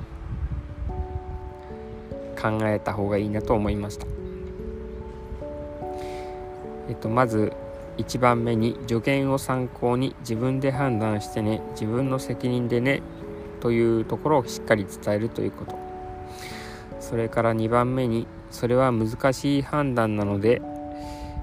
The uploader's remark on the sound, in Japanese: 野外での収録のため少し聞きにくいかも。